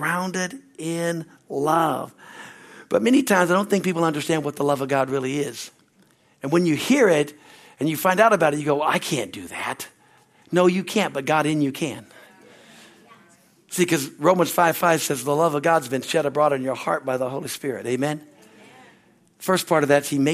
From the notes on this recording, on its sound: at Harvest Bible Church in Stockton, CA.